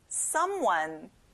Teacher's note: 앞에 some에 힘을 줘보세요